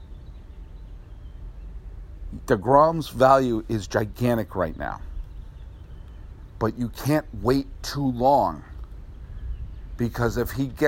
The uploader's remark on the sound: Recorded at Robinson Stadium at Pasadena City College.